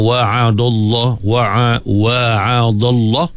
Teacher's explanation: Setengah orang oleh kerana dia nak tebalkan pada lam, dia awalkan tebal tu sehingga berjangkit kepada dal, jadi tak betul lah. Jadi dal tu nipis, lam tu yang tebalnya, taghliz, sebab lam tu pada lafzul jalalah sebelumnya berbaris fathah